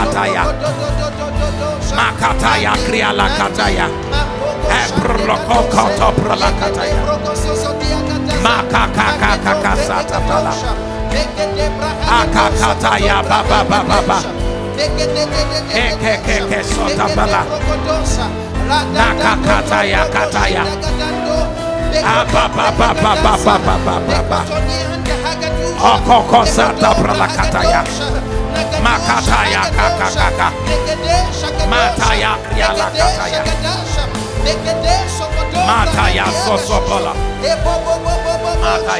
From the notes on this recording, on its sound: on Day 1 of the Evolve Conference at KingsWord Dallas